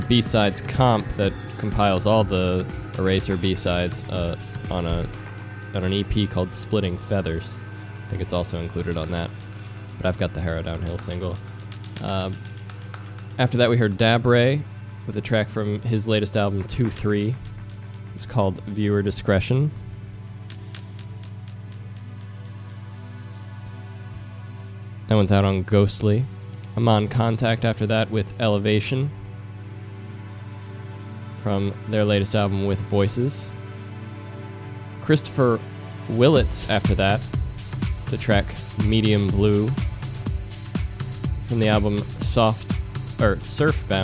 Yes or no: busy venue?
yes